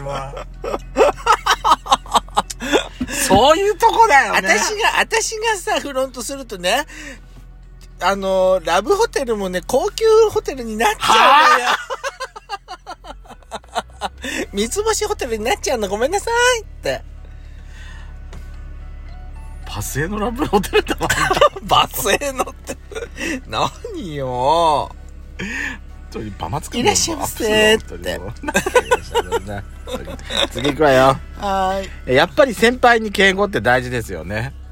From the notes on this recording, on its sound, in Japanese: パーキング収録